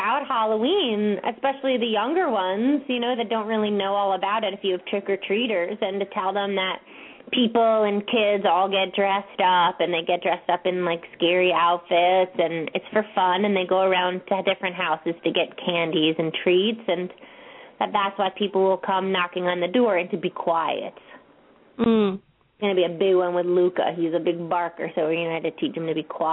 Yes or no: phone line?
yes